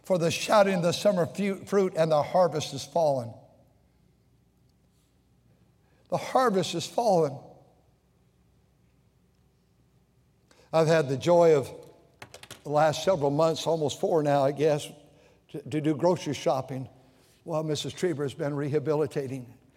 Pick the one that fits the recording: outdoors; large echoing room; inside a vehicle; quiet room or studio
large echoing room